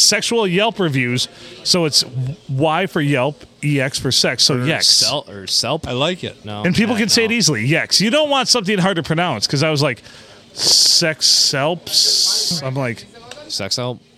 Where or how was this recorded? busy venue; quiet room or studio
busy venue